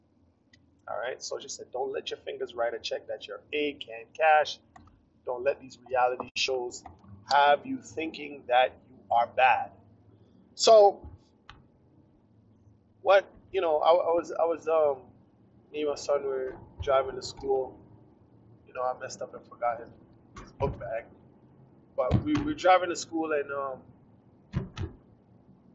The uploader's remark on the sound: poor audio